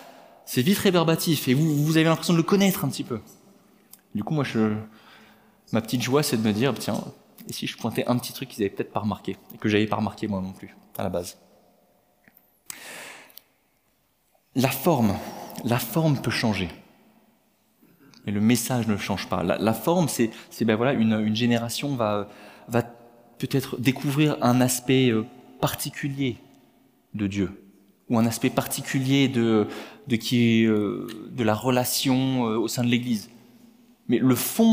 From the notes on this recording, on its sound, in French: Enregistré à l'église CVV, le 23/10/2022